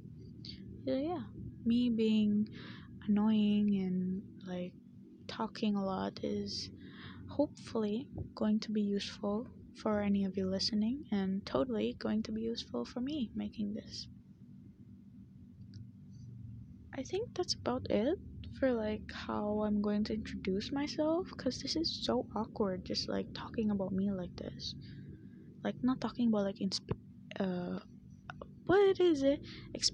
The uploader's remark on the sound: during the last few minutes of the episode my earphone mic glitched and made a REALLY loud sound